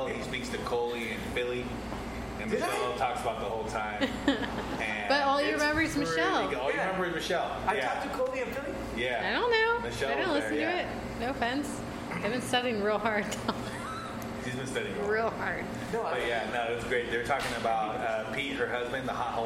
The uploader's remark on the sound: recorded in the one & only Spokeasy Public House